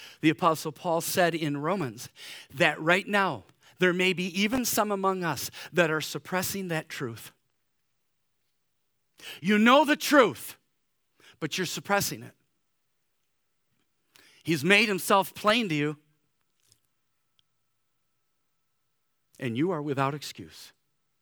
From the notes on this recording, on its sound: Easter Morning service